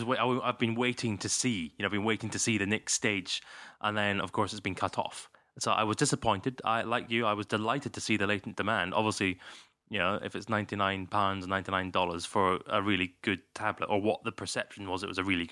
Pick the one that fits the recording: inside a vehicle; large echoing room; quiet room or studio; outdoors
quiet room or studio